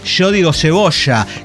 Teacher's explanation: la consabida Y del yeísmo que tienen los porteños